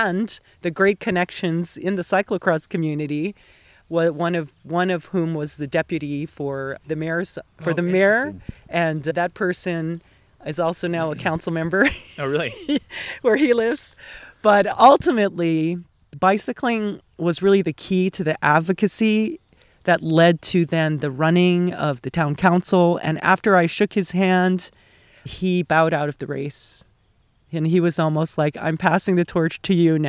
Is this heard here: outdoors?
yes